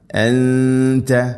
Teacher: അൻത നൂനിനെ അവ്യക്തമാക്കി മണിക്കണം, ഇഖ്ഫാവും ബിഗുന്ന.